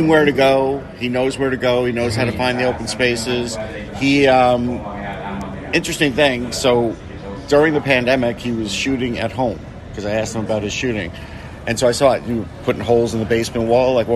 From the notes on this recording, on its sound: live from the NHL Draft in Montreal